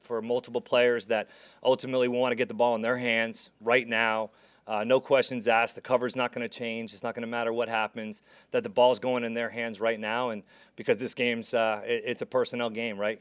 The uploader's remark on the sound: Press Conference